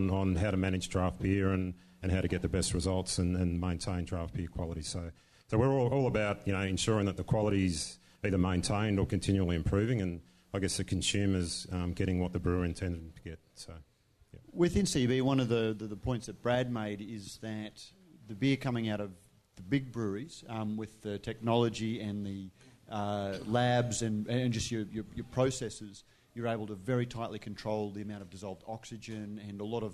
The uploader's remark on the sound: This episode was recorded live at the Cryer Malt Trade Lounge, at the Good Beer Week Festival Hub, Beer Deluxe Federation Square.